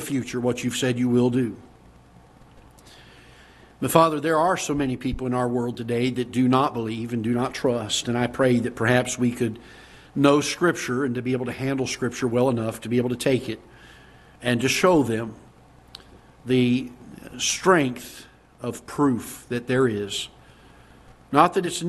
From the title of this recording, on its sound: Ketha Heights Baptist Church ~ Live Broadcast